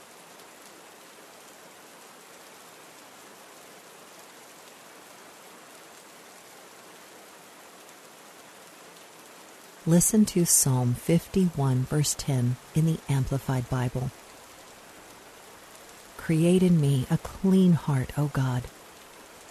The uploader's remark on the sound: Relax to the sounds of rainfall.